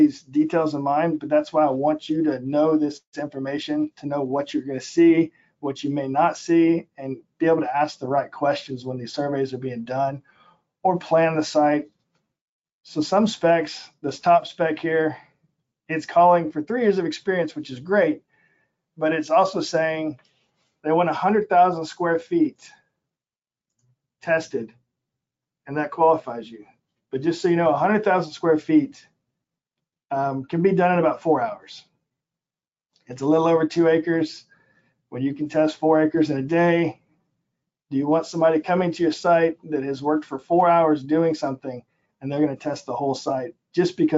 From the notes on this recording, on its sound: This is an audio version of the FGI webinar.